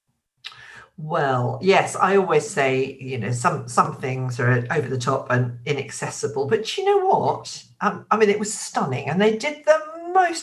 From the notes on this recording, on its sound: recorded this podcast remotely via Zoom